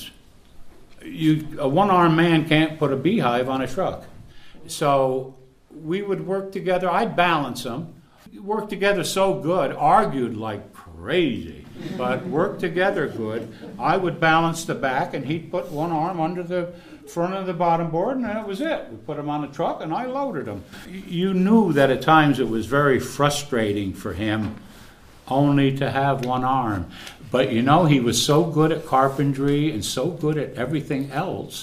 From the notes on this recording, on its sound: This is the question and answer portion of a 2 part recording at the Agroforestry Center in Acra, NY.